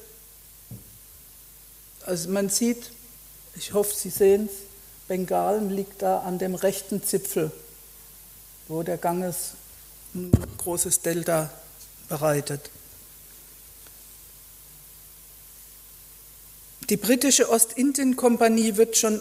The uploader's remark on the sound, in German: Vortrag in der Abendakademie Mannheim